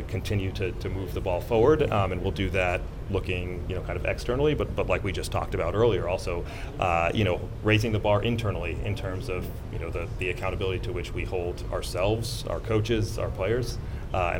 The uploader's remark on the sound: Meets The Media On Day 1 Of The GM Meetings. Answer questions from the Boston media.